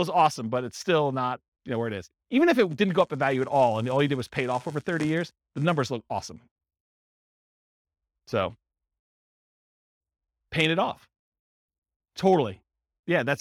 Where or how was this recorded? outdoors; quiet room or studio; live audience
live audience